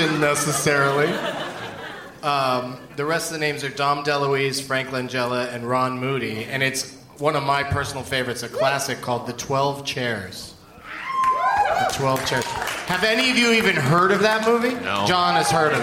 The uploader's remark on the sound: Live from the Gramercy Theatre in New York.